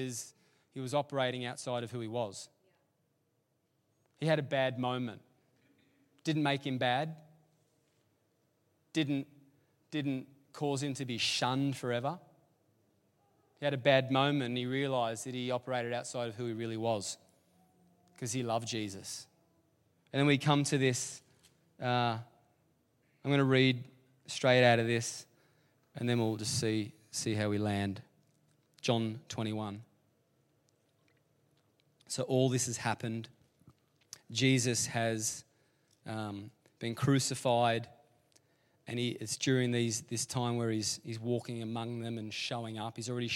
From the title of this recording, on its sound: LIVE at Echo Church